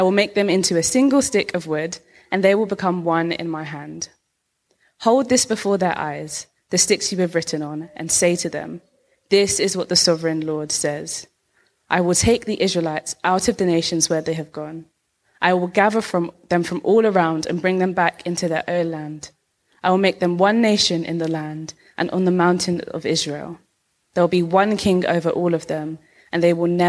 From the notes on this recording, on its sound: Recorded live at our Sunday Service in Harris Academy Purley, Croydon.